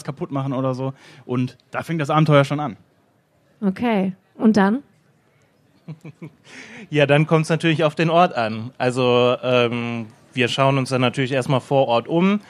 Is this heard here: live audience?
yes